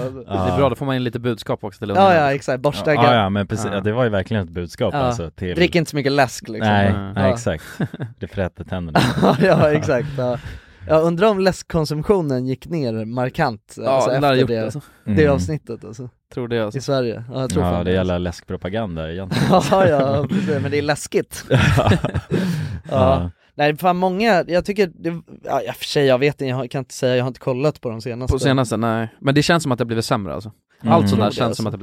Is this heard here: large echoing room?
no